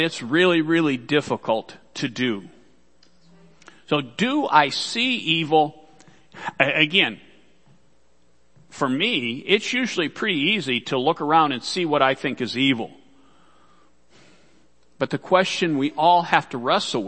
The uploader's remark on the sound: Worship Service - Audio.